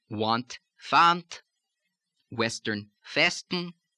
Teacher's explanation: Sometimes you can think of it as sounding like a V. Sometimes it even goes all the way to an F.